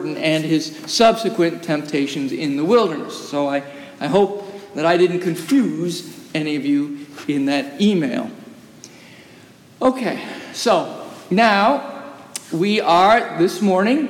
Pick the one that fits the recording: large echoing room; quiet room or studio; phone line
large echoing room